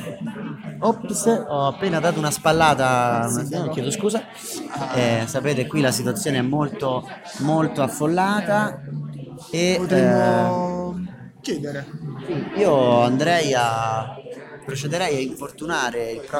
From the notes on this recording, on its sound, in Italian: Open mic post spettacolo.